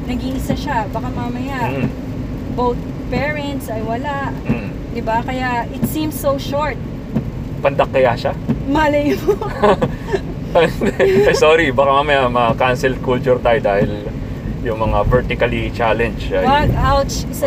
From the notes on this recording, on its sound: we're recording inside the car on a trip in Coastal Road